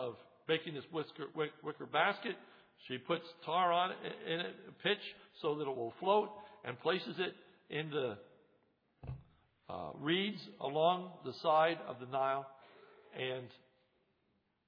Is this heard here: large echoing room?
yes